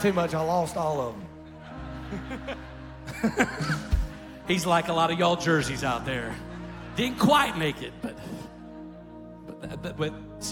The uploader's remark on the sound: Recorded live at Stevens Creek Church.